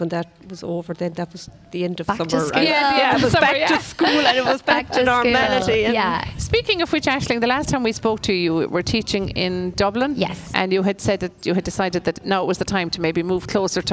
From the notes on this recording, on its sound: As broadcast live from the the Fair green at the Scariff harbour festival 5th August 2023.